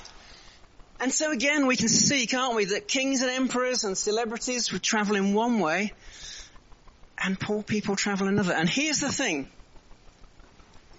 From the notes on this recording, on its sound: Recorded at the 10:30 service on Sunday 2nd April 2023 at St Andrew’s Church, Malvern.